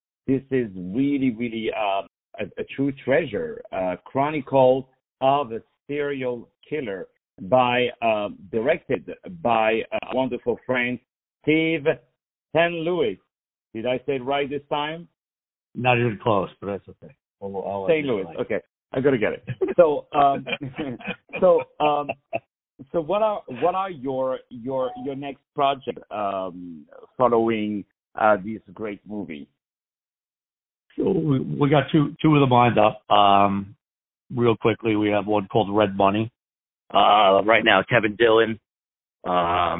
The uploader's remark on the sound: On the phone.